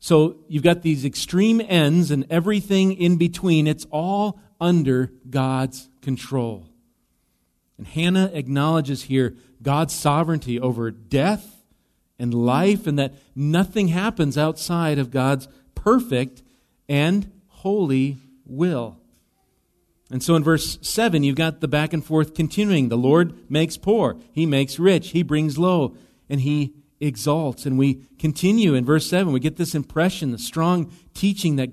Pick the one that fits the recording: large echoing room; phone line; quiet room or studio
large echoing room